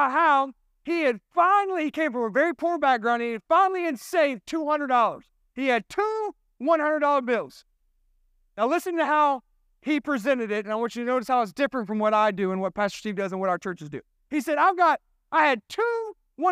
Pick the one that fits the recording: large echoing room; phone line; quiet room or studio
large echoing room